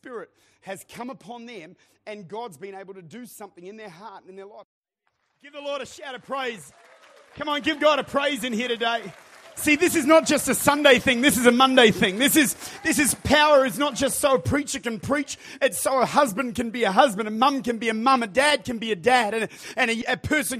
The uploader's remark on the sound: Recorded at Lifepoint Church, Adelaide.